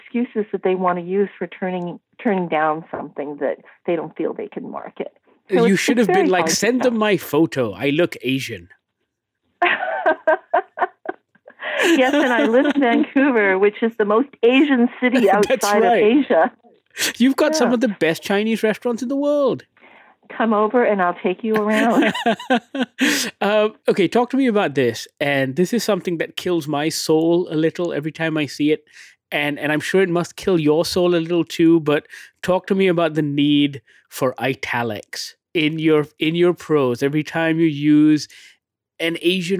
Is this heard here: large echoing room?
no